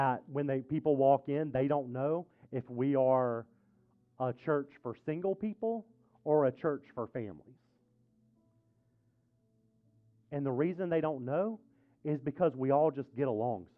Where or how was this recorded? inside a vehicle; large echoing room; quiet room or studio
large echoing room